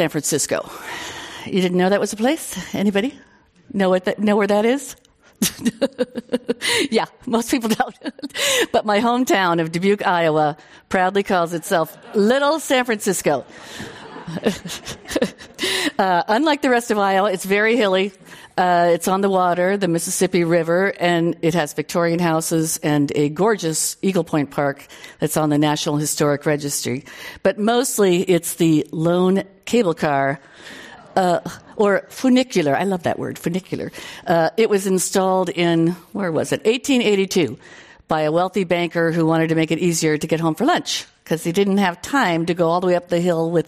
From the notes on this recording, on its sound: This program was recorded in front of a live audience at The Commonwealth Club of California in San Francisco on June 4th, 2019.